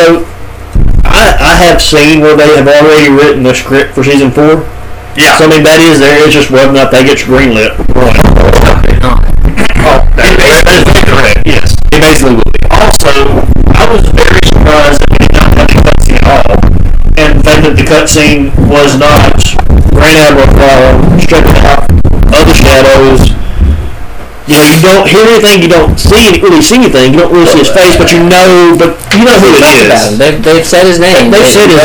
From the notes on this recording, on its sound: This short but very special episode was recorded live on a single microphone so please forgive the audio quality. Traveled to Virginia this week to attend the wedding.